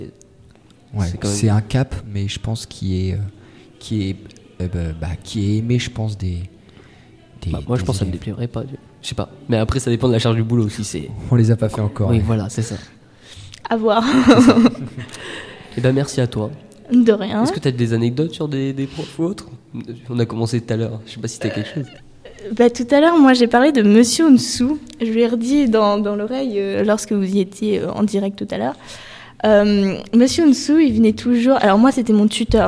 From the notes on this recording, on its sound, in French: livrés en direct samedi 3 février 2018 pendant le forum de l'orientation du lycée Rémi Belleau